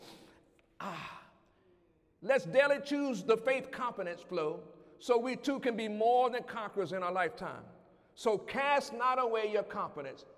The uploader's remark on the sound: During Wednesday night service